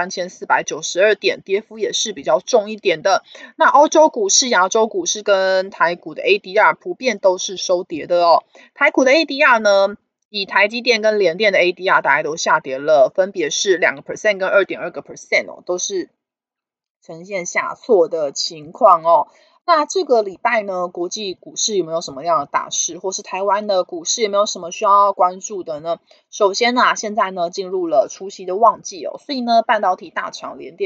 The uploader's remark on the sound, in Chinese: 本集有些許雜音，已亟力避免，如有察覺請多多包涵